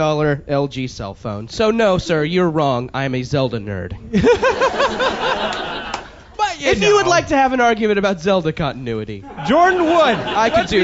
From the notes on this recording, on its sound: LIVE with The Monsters of Podcasting in New York & Philadelphia